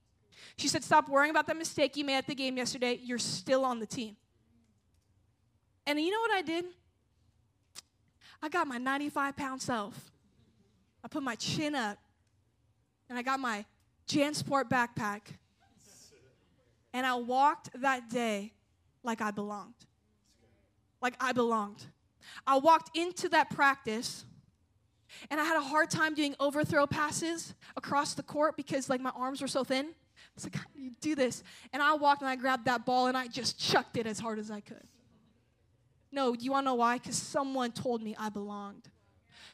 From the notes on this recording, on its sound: at a Jesus Followers Sunday night service